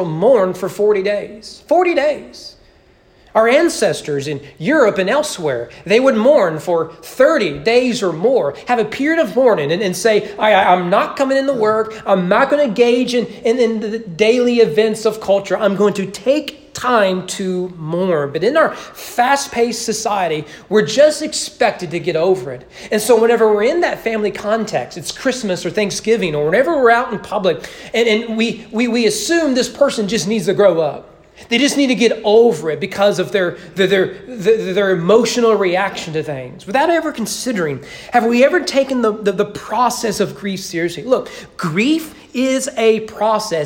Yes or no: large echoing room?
yes